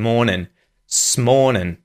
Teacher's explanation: he used the syllabic N at the end of the word morning.